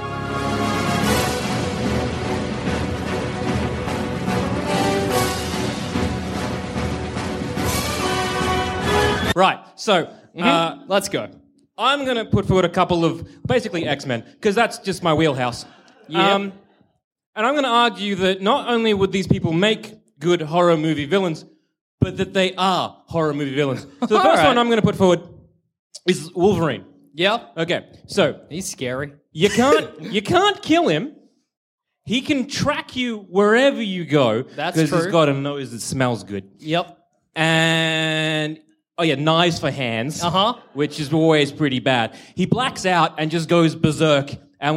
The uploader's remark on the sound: Recorded at the Eureka Hotel in Melbourne in 2016.